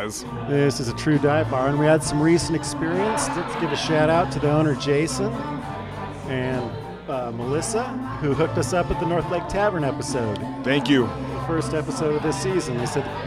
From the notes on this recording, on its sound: Comet Tavern in Capitol Hill. Recorded live at the Comet Tavern on 09/21/2023.